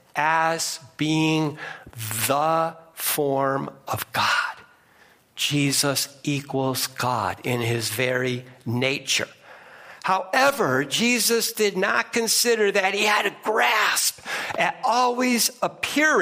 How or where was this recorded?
large echoing room